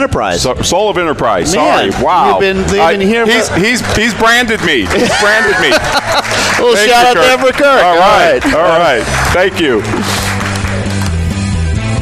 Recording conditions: busy venue